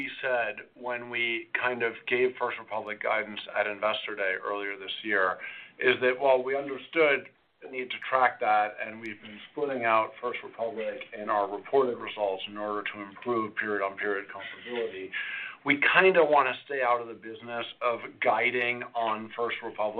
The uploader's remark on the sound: Fourth-Quarter 2023 Earnings Conference Call of J P Morgan Chase & Co.